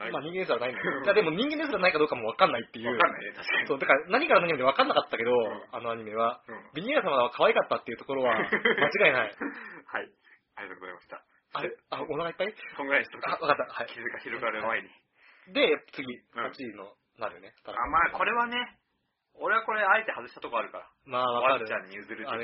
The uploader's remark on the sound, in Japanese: 今回の音声は長尺のため、音質が悪くなっています。